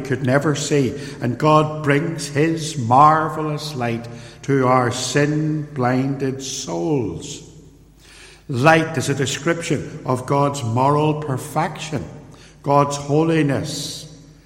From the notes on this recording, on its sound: In this sermon, preached at Templepatrick Reformed Church in January 2020